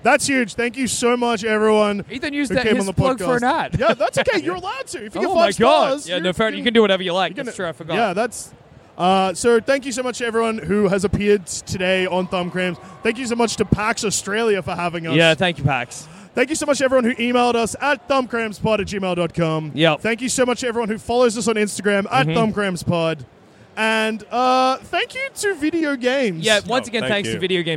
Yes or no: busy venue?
yes